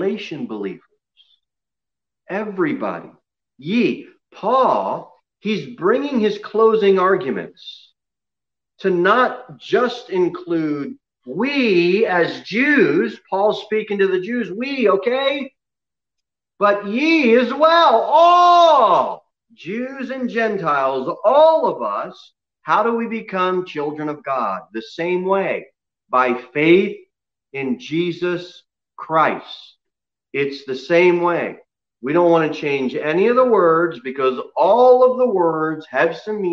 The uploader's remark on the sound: Sermon delivered at Pilgrim Baptist Church on Sunday, November 29, 2020, at 11:15 am. Jere Whitson Rd.